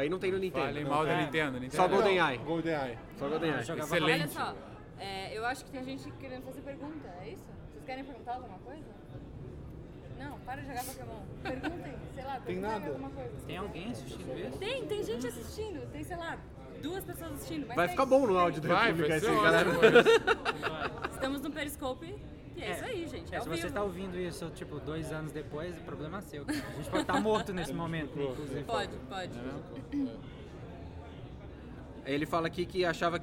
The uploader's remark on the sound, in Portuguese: Gravamos diretamente da CCXP &#8211; e não editamos quase nada, ou seja, não nos responsabilizamos por conversas paralelas. Gravamos diretamente da CCXP – e não editamos quase nada, ou seja, não nos responsabilizamos por conversas paralelas ou músicas de Pokémon no fundo.